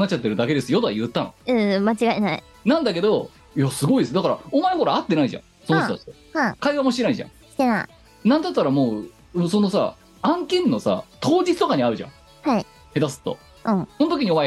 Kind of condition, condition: link, video call